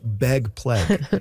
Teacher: among some speakers, particularly notable in Vancouver and Seattle and maybe a little bit of Portland, ags are turning into eggs, and surprisingly, A's are going down. · Term: pre-G merger